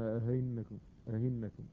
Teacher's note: ولهذا تجدون بعض القراء وبالأخص في العصور المتأخرة إذا قرأوا لنافع في تسهيل الهمزة بين بين على رواية ورش التي ليس فيها ألف الإدخال يسهلون الهمزة بالهاء، أئنكم يقولون أهينكم أهينكم، نعم يسهلون الهمزة بالهاء